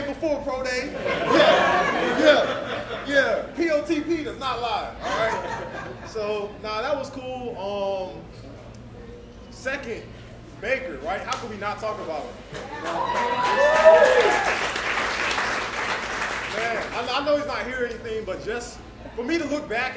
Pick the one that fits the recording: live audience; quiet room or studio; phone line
live audience